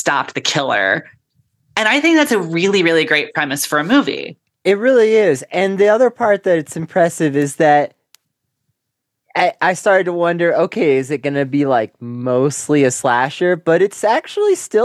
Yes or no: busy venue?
no